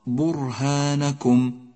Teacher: برهانكم حرف الراء ساكن، وإذا لم تتنبه إلى لفظه بشكل صحيح تكرر معك في النطق، أي هكذا برهانكم، والصواب برهانكم، أي اقرأ راء واحدة.